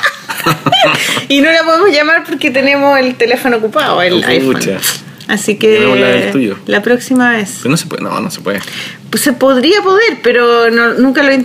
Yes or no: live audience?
no